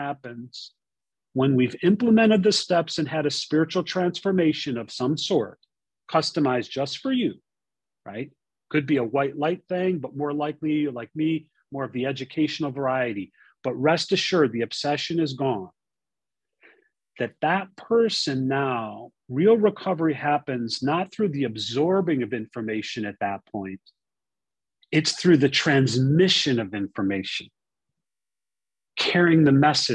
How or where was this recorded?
video call